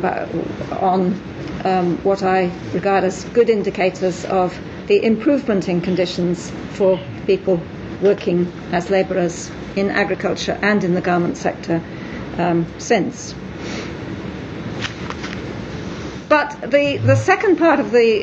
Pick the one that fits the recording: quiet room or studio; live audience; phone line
live audience